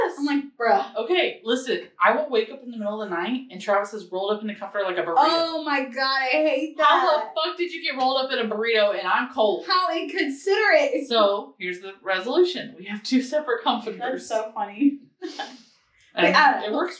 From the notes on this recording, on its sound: we lost some microphoned audio on this one so apologies for the quality on the ladder end of this episode!